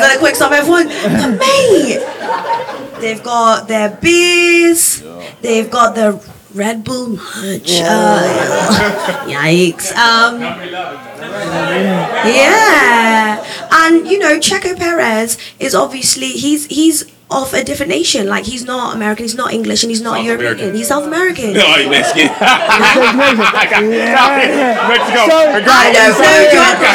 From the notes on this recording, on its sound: This week we come to you from our SOLD OUT live show in Austin, Texas. In front of an incredible crowd.